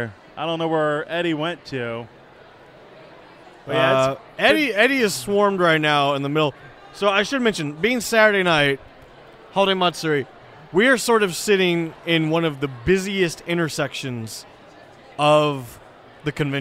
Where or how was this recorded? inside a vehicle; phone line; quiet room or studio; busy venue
busy venue